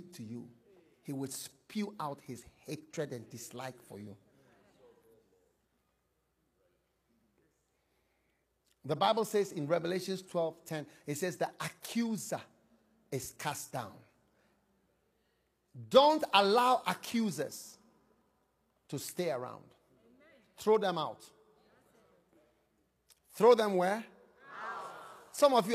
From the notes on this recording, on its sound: Preached at the Breakthrough in Ministry Conference, Pittsburgh- Pennsylvania, USA.